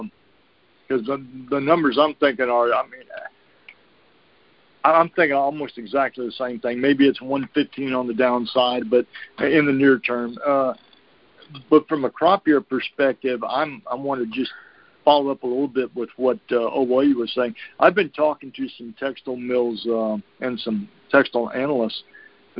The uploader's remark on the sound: Monthly Conference Call